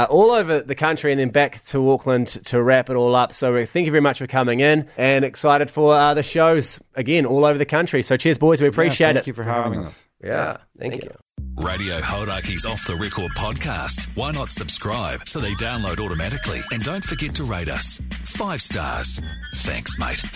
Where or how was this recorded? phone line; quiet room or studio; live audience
phone line